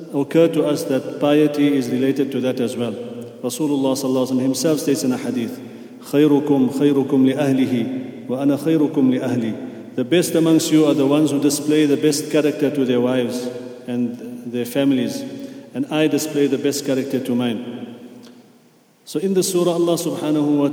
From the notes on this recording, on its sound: at the Houghton Masjid (West Street)